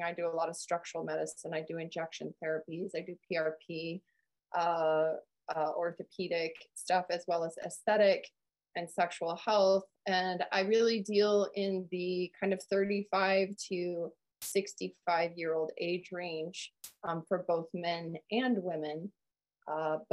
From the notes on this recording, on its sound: Listen to a recording of our live Men's Health Webinar.